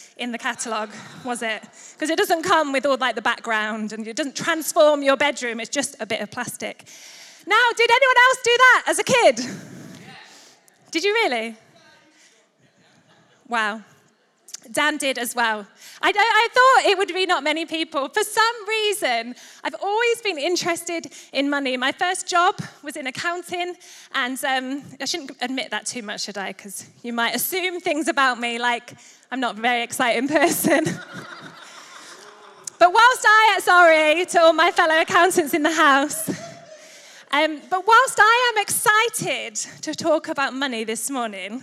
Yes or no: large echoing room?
yes